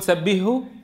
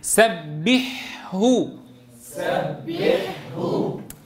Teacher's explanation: إذا أعطيت الحاء حقها من الرخاوة ظهرت معك الهاء فصيحة · Shown in: second take